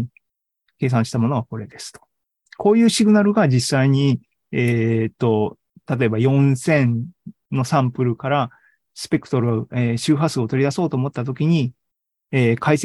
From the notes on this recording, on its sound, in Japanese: ２０２２年１１月３０日に開催した ZOOMライブの模様です。